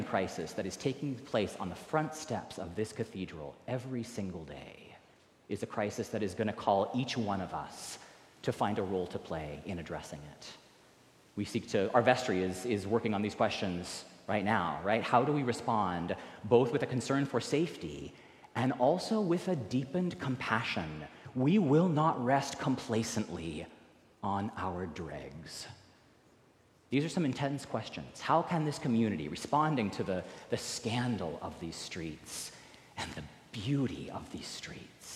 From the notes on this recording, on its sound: recorded live at the 10:00 am service on November 19, 2023